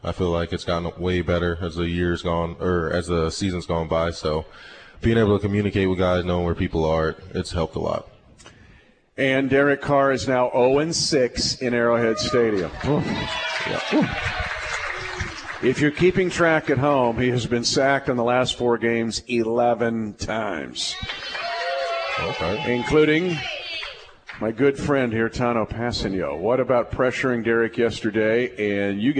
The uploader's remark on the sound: LIVE from Hy-Vee